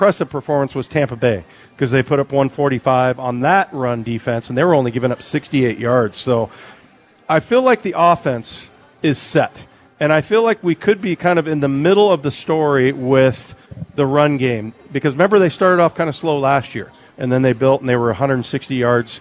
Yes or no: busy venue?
yes